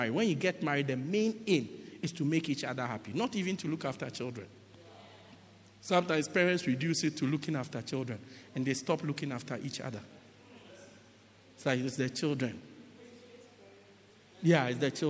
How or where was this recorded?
large echoing room